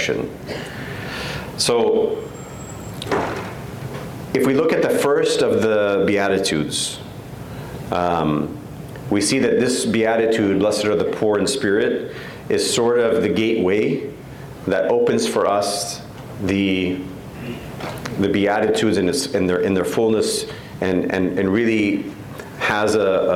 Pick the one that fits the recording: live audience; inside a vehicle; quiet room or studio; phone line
live audience